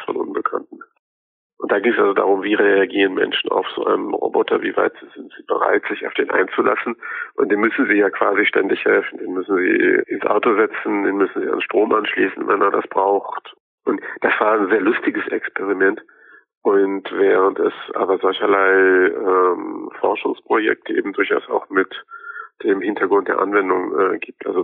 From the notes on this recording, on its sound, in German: Unterstützung gibt es dabei am Telefon